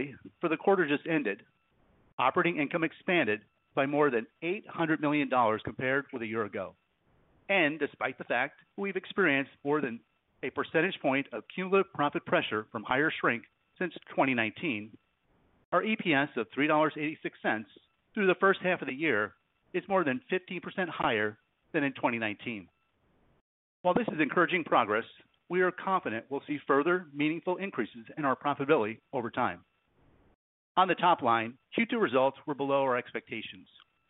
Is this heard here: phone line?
yes